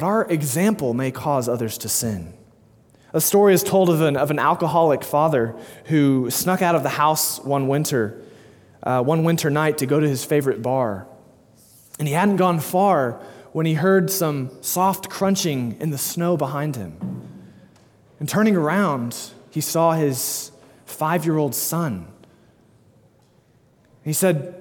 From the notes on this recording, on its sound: delivered 6/12/2022 at Immanuel Baptist Church, Springdale, AR